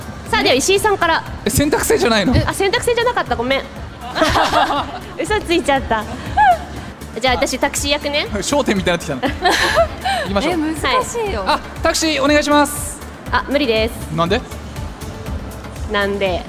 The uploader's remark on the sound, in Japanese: 公開収録。